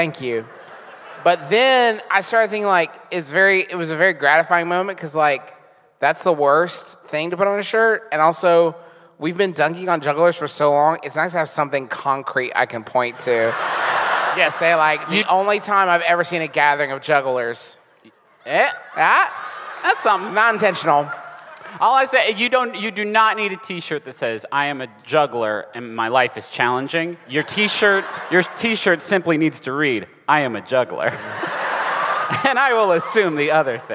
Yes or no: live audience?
yes